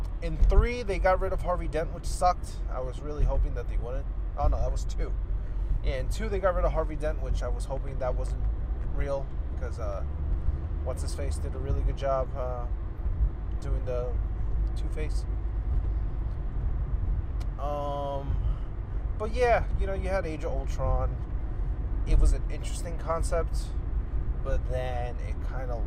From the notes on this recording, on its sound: Episode 2 in my car.